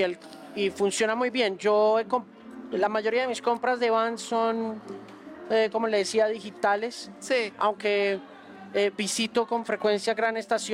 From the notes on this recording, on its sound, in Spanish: En una entrevista realizada desde el Festival Cordillera.